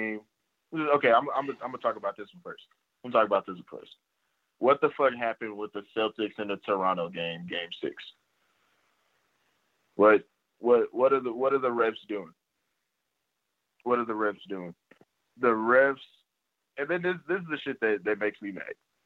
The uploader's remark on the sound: The boys get on the phone. First 8 minutes had too much static.